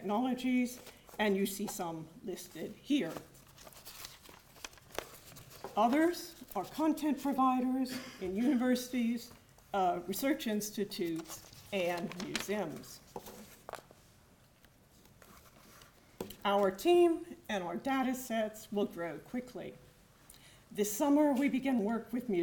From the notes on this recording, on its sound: gives a talk for the Oxford Humanities Research Showcase conference held on 11th July 2011